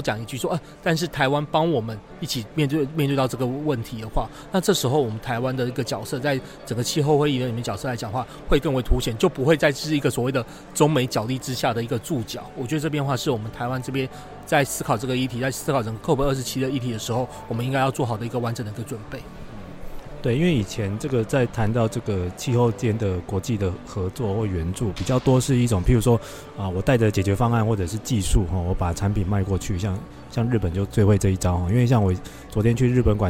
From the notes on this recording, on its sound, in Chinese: 於COP27埃及會場錄音，分享現場觀察！分享現場特別的【公正轉型】攤位。